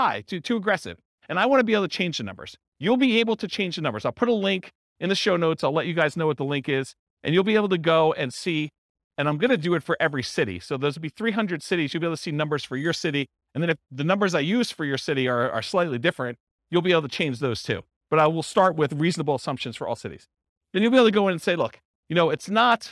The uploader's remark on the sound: This was a live class recorded